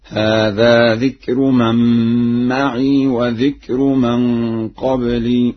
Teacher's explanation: قرأها ورش بإسكان الياء